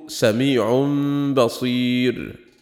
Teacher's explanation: ووجه الإقلاب هنا عسر الإتيان بالغنة في النون والتنوين مع الإظهار، ثم إطباق الشفتين لأجل الباء، وعسر الإدغام كذلك لاختلاف المخرج وقلة التناسب، فتعين الإخفاء وتوصل إليه بالقلب ميما لأنها تشارك الباء في المخرج والنون في الغنة